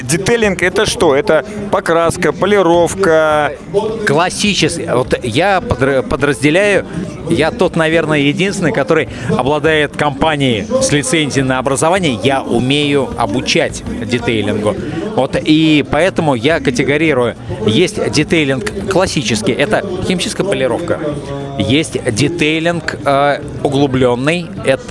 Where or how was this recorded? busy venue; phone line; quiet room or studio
busy venue